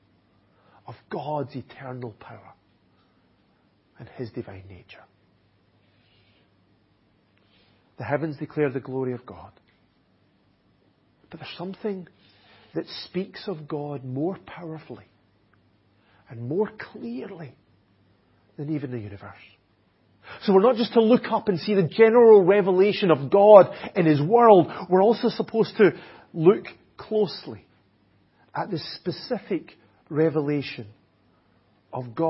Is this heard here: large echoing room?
yes